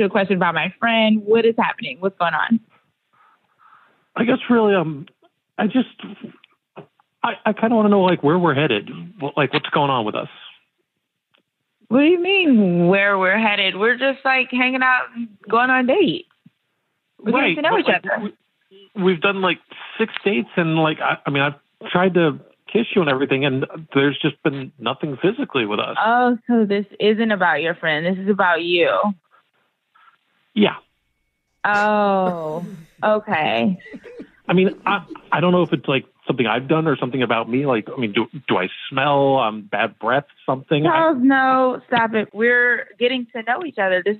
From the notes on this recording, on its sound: today’s Awkward Tuesday Phone call